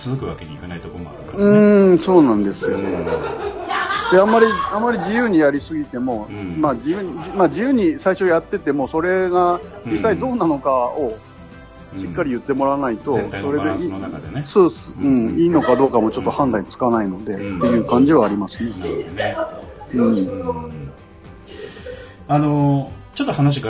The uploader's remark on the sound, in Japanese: 2019年の忘年会ゲリラ収録！次回公演の総決起大会を兼ねて、忘年会を行いました。そちらでの収録です。